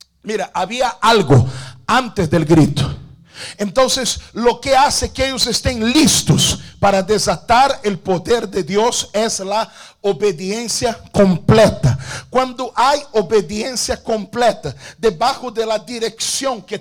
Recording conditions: large echoing room